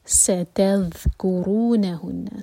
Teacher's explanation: سین پر وسل والی آواز سیٹی کی طرح